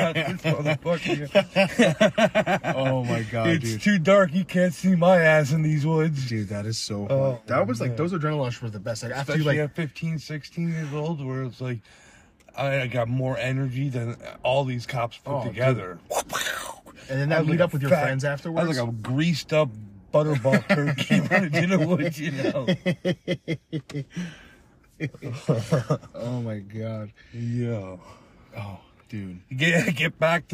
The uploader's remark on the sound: We’re in the car.